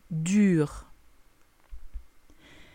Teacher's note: Es como decir I, pero con los labios que se adelantan. I, U, U.